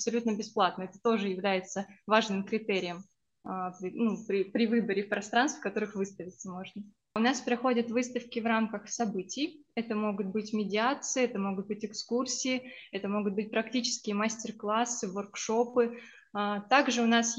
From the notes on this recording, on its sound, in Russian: в этом выпуске у нас случилась беда со звуком, и он, к сожалению, получился не лучшего качества